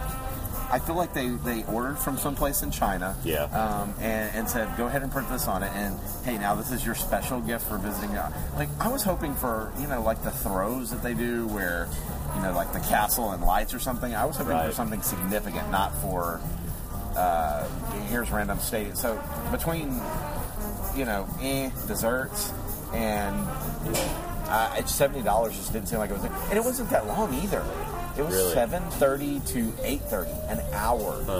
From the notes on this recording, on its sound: Live from Jock Lindsey’s Hangar Bar. We’re live from Jock Lindsey’s Hagar Bar in Disney Springs.